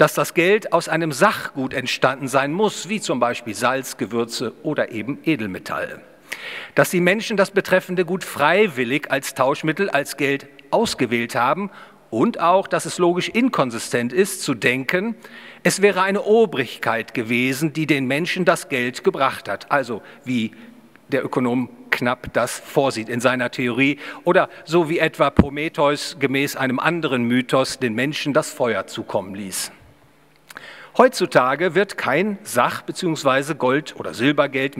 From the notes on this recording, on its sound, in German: Gehalten auf der Ludwig von Mises Institut Deutschland Jubiläumskonferenz 2022 (10 Jahre). Im Bayerischen Hof in München.